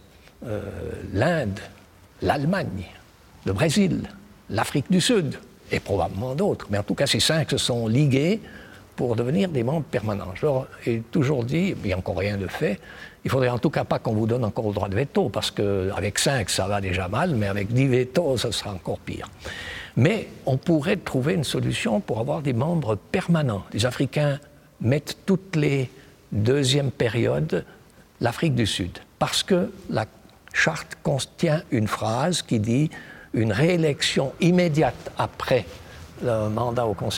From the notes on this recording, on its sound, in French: Cet entretien a été enregistré le lundi 3 avril 2023 dans l'Aula de l'Université de Fribourg, sur le site de Miséricorde.